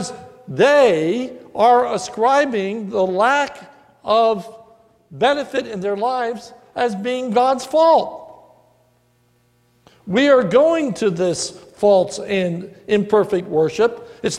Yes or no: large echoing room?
yes